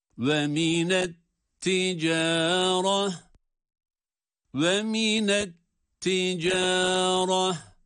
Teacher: Burada da et-ticara diye sondaki ta harfini duruş halinde ha sesiyle duruyoruz.